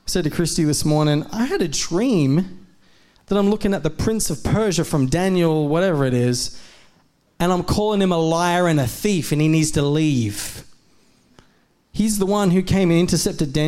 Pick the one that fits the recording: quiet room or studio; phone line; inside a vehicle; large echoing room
large echoing room